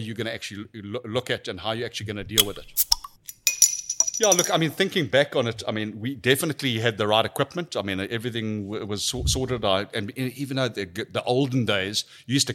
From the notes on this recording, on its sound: recorded over a 6-hour drinking and pizza session at the Awehwolf Bar in the Just Like Papa store